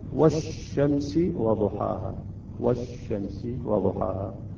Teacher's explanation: تحذف اللام عند الإدغام، اللام تحذف بالكامل وتكون من جنس الحرف الثاني